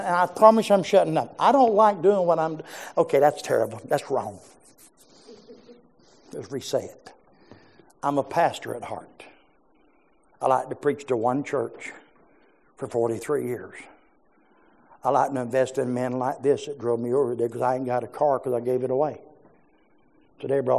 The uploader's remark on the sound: Preached in our morning service.